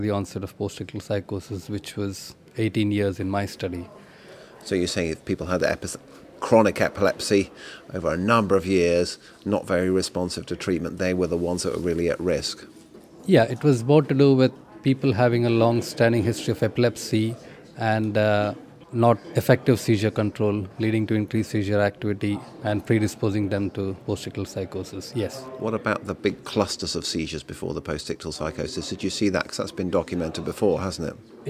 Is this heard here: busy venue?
yes